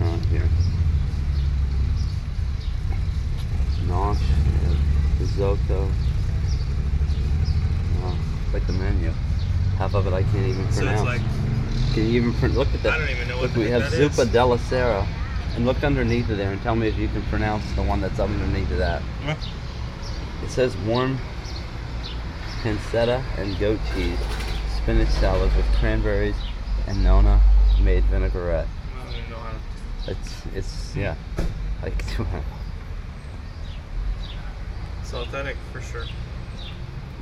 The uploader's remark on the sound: Granville, Ohio- live walk through. This week's show is the main audio feature so headphones are recommended!